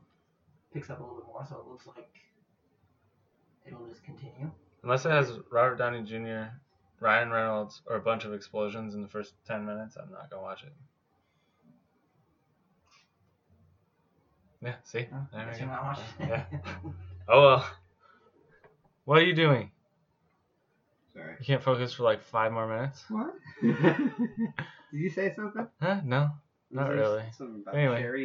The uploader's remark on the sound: Is suffering a bad connection from the microphone but we didn't want to not use the episode. With the different levels of sound.